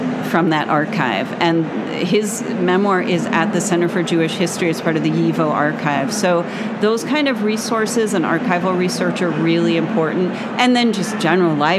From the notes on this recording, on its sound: LIVE from the ALA 2023 show floor